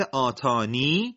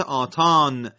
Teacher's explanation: 18 کلمه آتانیه در آیه 36 از سوره مبارکه نمل، در وصل به فتحه حرف یا، اما در وقف به دو وجه اثبات یا، یعنی به صورت آتانی، و حذف حرف یا یعنی به صورت آتان قرائت می شود